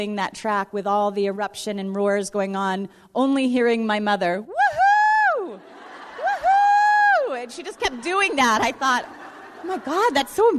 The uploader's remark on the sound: We share a few of the stories we collected from runners at our mobile recording booth at the Boston Marathon Expo this past April